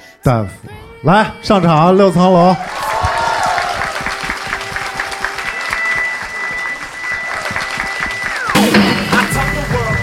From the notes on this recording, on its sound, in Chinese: 这是我们去年落地活动的现场实况录音